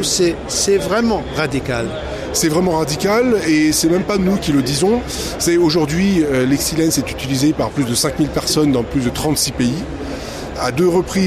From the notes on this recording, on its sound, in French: (FR) Épisode 2 "en direct" du Silmo Paris 2023.